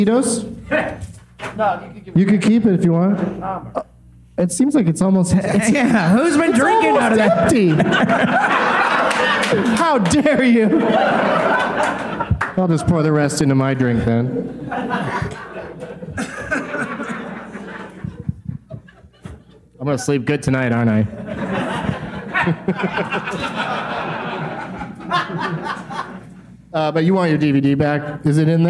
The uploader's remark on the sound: Live from Goodnights Comedy Club in Raleigh